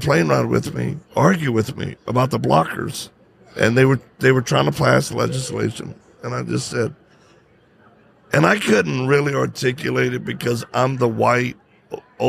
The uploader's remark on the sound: Live at AmFest.